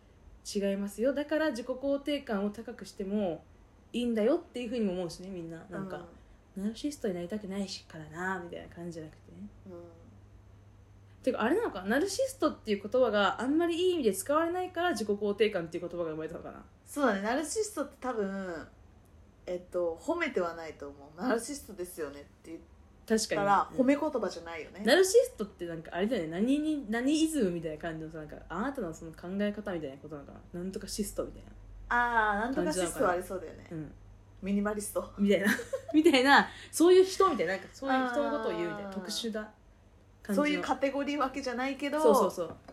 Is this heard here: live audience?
no